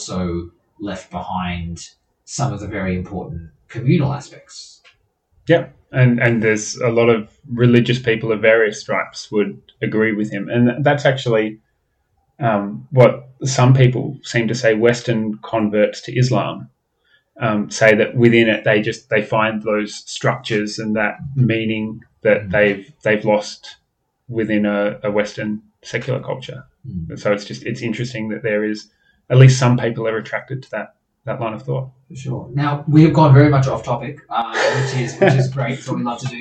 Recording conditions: poor sound quality